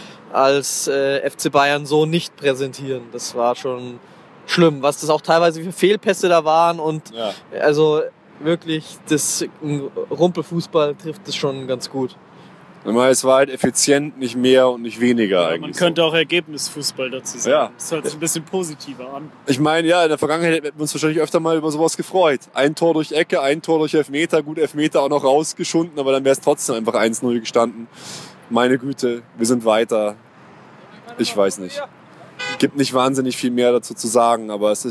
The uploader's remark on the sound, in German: Eure Erfolgsfans melden sich wieder aus dem Stadion. Begleiten das Spiel gegen Werder quasi live.